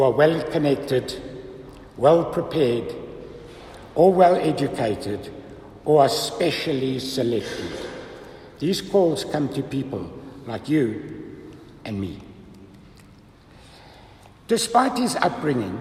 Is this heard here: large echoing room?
yes